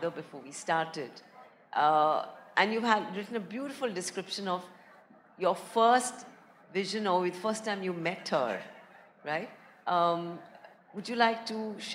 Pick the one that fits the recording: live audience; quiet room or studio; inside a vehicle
live audience